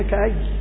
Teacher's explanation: عند الوقف بيحذف نون التنوين. نعم، تثبت وصلا تسقط وقفا، التنوين.